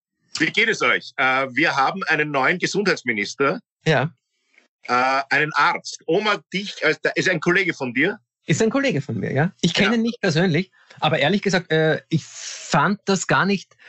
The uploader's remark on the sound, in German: Weil das aktuell nicht möglich ist, finden sie ihr Publikum, indem sie einander via Skype am Abend beim Reden zusehen.